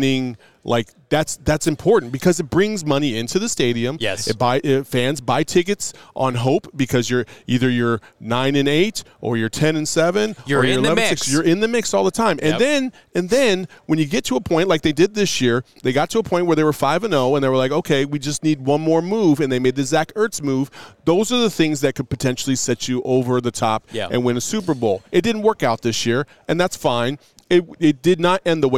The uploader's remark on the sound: LIVE from the NFL Combine in Indianapolis